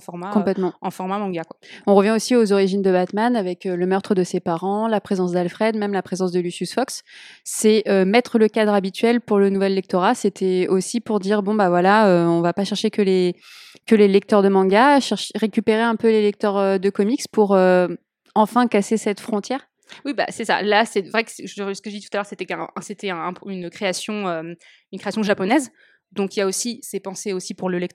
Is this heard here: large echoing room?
no